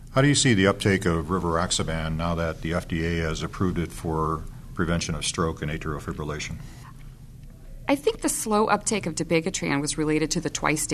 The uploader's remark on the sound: It was recorded in December 2011 during the 46th ASHP Midyear Clinical Meeting and Exhibition in New Orleans.